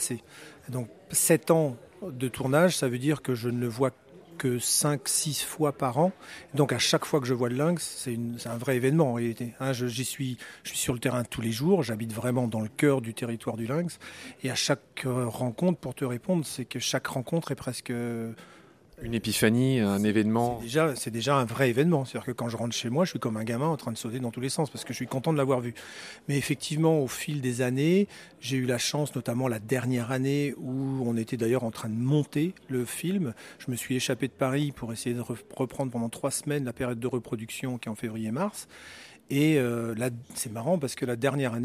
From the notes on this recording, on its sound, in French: Mini-interviews réalisée au Festival Photo Montier.